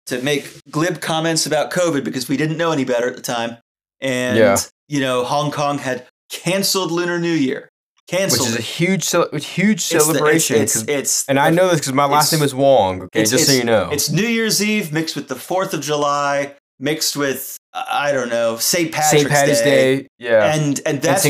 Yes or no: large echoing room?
no